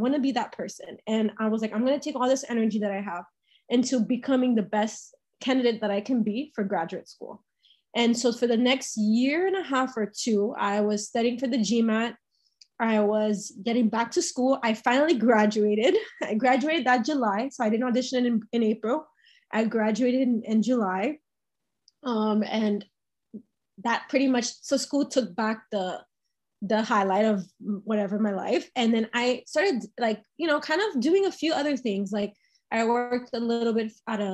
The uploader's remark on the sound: sorry about the audio quality, Zoom likes to mess with me sometimes